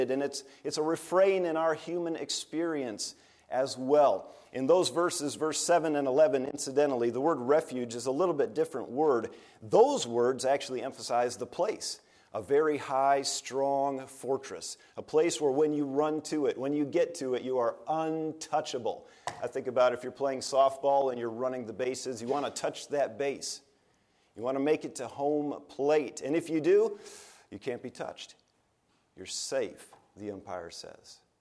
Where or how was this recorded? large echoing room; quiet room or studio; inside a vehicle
large echoing room